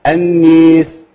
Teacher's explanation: عندنا قارئ بيميل لفظة الناس في حال كسر السين. عندنا الدوري عن أبي عمرو.